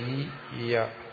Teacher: യാ എന്ന് പറയുന്നത് മധ്യമമാണ്. എന്നുവെച്ചാൽ അതിനൊരു സ്വരത്തിന്റെ സ്വഭാവമുണ്ട്, വ്യഞ്ജനത്തിന്റെ സ്വഭാവമുണ്ട്, ചേരുന്നാണ്.